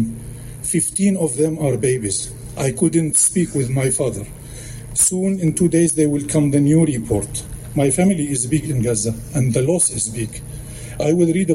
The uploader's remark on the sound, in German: Eine kommentierende Sendung mit Mitschnitten der Kundgebung. In Berlin, Unter den Linden, stattfand.